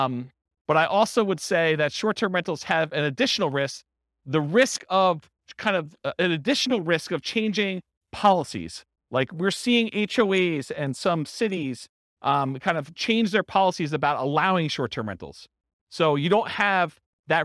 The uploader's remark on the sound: This was a live class recorded